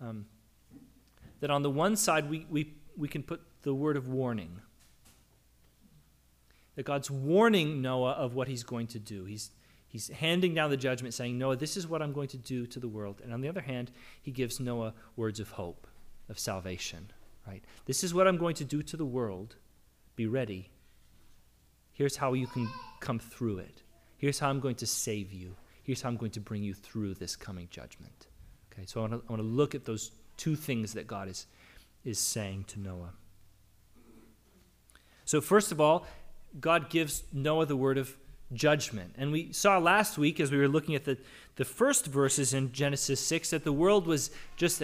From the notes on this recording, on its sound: The audio recording of our worship service on June 12, 2022.